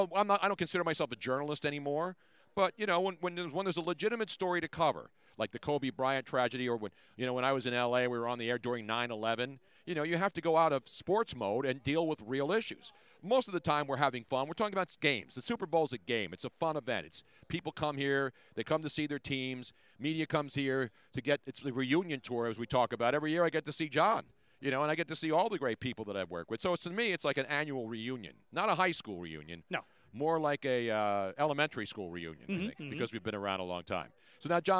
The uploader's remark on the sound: On the first day of Radio Row. Things are starting to heat up in Miami!